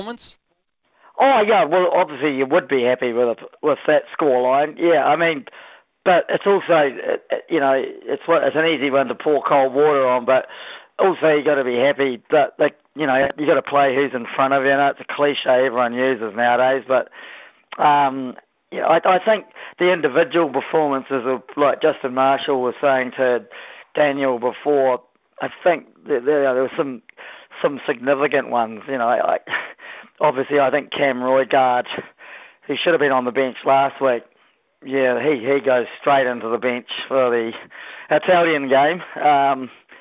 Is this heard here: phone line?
yes